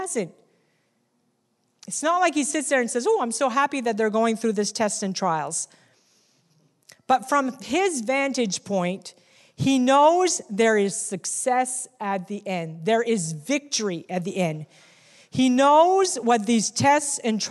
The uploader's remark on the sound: recorded on Sunday, October 27, 2019, during second service at The Anchor Church in Rockport, Maine